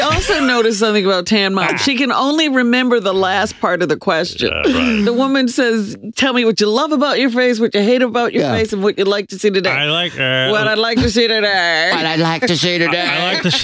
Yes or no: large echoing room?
no